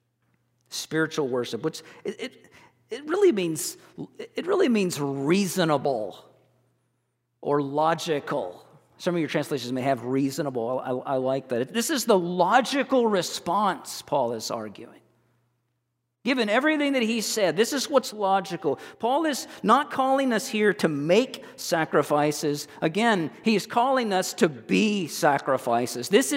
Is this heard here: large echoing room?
yes